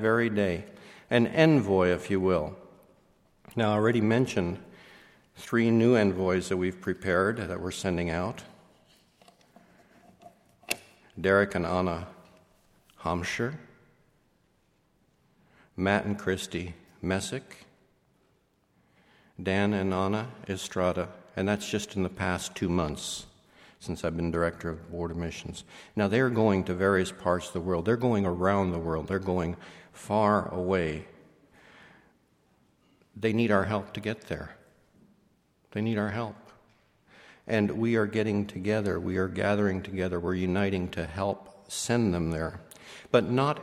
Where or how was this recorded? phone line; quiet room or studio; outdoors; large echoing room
large echoing room